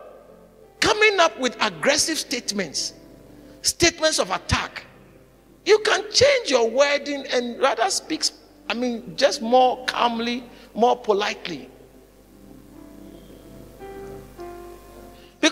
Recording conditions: large echoing room